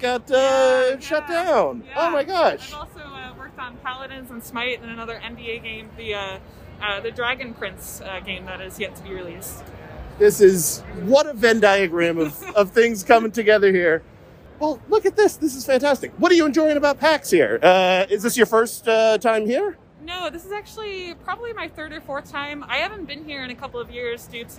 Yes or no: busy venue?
yes